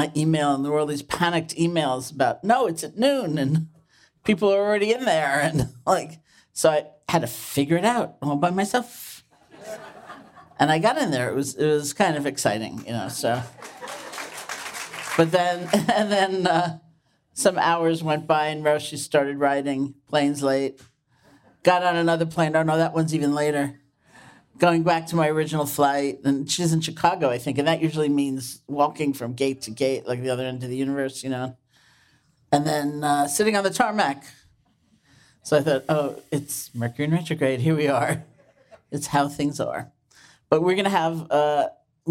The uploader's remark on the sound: recorded live at the JCC Manhattan in September of 2018